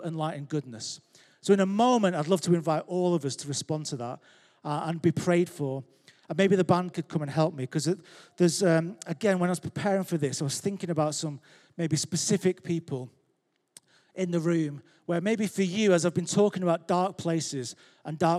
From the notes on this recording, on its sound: Recorded live at Life Church Lancashire 29th January 2023